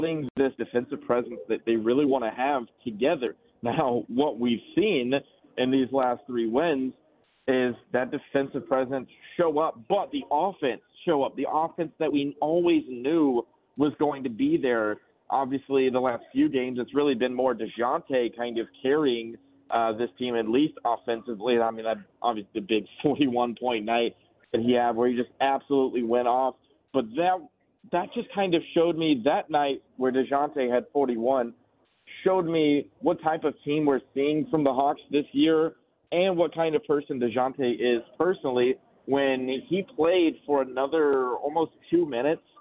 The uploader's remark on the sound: Live from the press box in Athens.